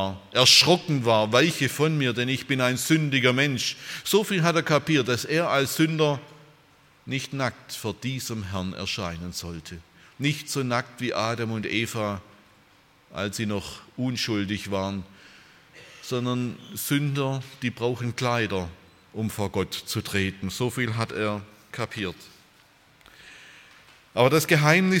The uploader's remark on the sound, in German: bei einer Veranstaltung der Liebenzeller Mission